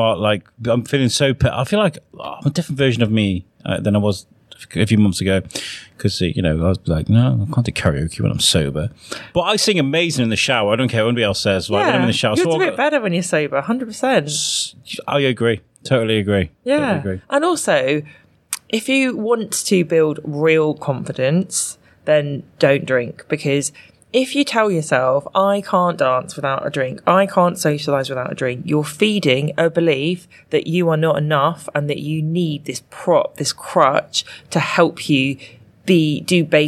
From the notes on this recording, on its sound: Recorded at The Restaurant at Theatre Severn.